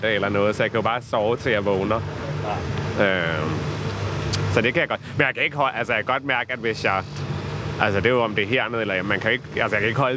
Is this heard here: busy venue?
yes